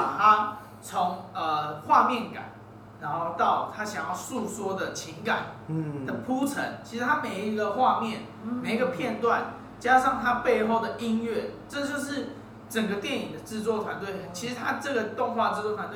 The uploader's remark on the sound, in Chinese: 錄音地點｜ 藍色咖啡館 108台北市萬華區大理街131號。